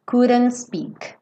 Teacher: se você já comeu o D, então você vai comer o T também, tá? Então, couldn't speak, vai direto do N pro S.